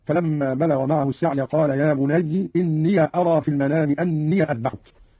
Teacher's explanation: قرأ قالون بكسر الياء